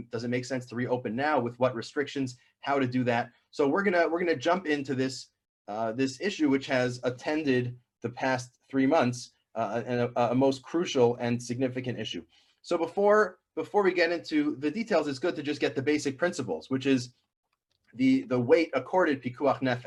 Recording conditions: video call